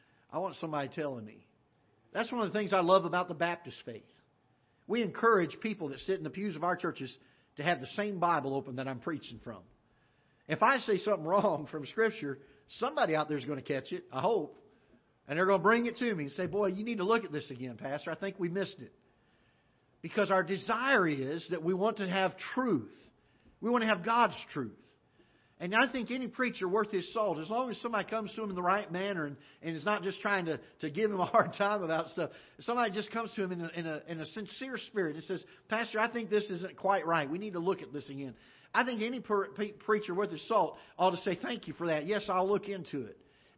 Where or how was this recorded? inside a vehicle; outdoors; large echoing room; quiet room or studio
large echoing room